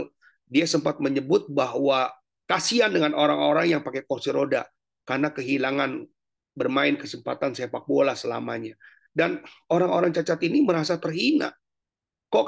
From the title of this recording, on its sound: Zoominar